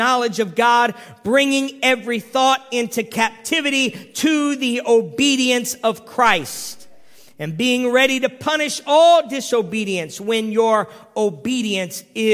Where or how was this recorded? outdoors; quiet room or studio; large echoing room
large echoing room